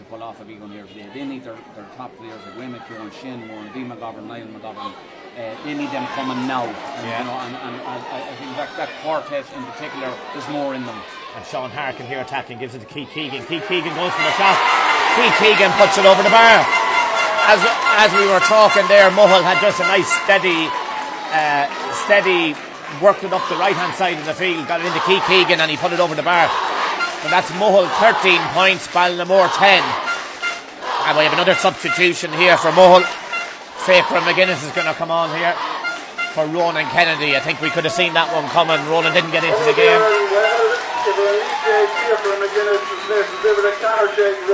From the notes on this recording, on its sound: Live Commentary of the Leitrim GAA Senior Football Championship Final 2021. In Avant Money Pairc Sean MacDiarmada, Carrick on Shannon.